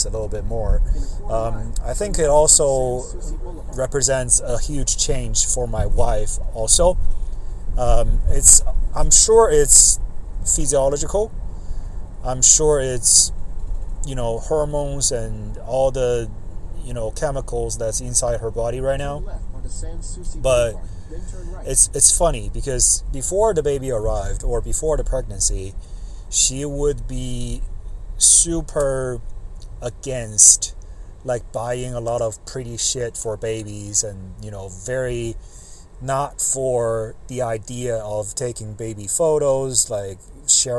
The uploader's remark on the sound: This episode was recorded on my cellphone, in 5 separate sessions over a week and then stitched together. Uncut.